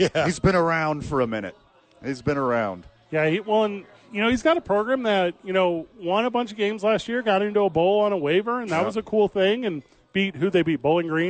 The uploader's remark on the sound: live from Howie's for two MNF Games